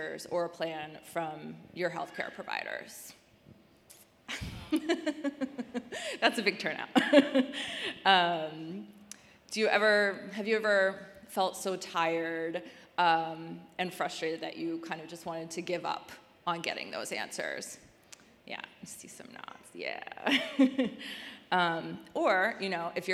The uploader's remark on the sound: Live Panel Discussion. Here in Baltimore.